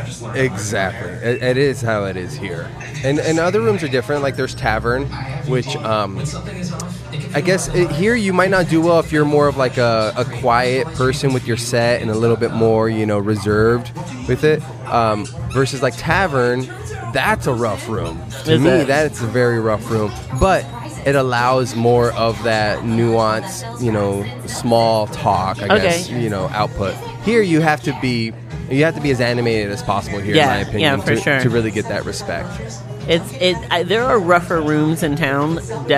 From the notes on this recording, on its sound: at the home for Wednesday night's open mic Casey's Woodshed in Tempe, AZ.